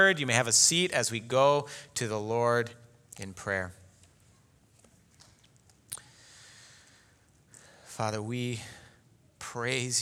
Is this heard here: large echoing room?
yes